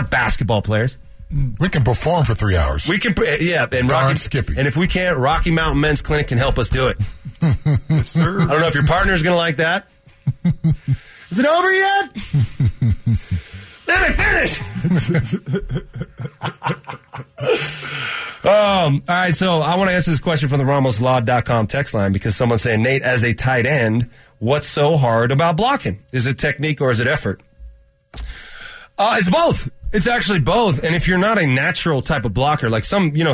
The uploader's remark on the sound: calls in live from practice